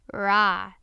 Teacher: It is a special R sound. The Hebrew Reich uses the back of the tongue in a uvular kind of way. So when you pronounce R in Hebrew, you lift the back of your tongue. · Term: Reish